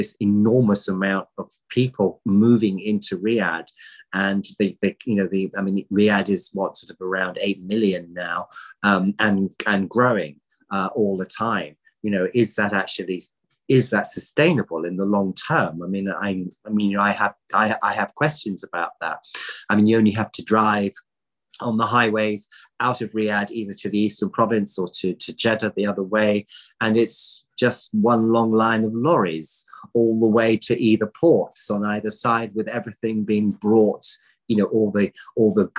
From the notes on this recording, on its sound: This public talk was conducted online via Zoom